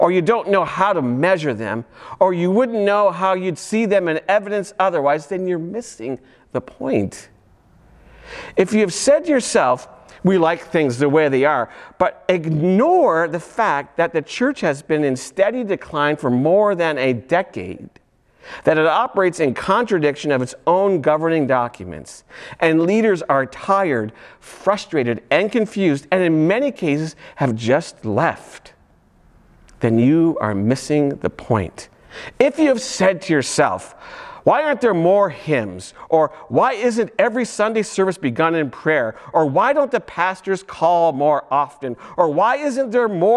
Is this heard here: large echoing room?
yes